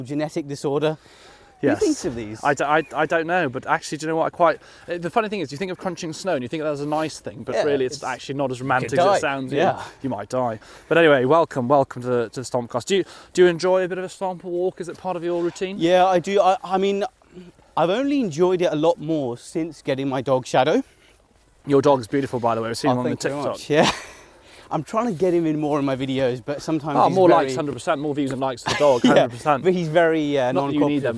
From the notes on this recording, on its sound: a beautiful snowy stomp in Greenwich Park